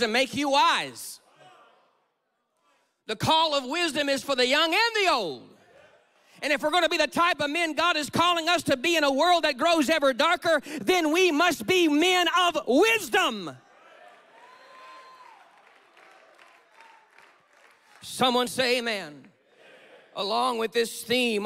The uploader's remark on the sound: takes the stage at the National Menistry Conference, captivating the audience